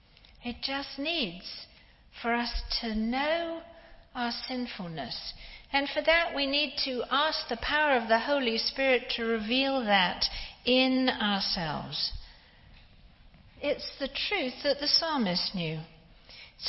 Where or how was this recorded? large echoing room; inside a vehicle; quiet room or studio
large echoing room